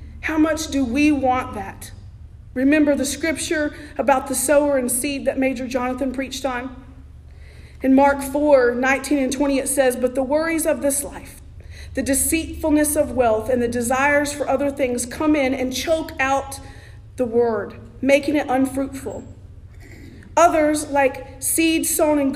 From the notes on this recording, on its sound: Sermon preached at The Salvation Army Augusta Kroc on November 26, 2023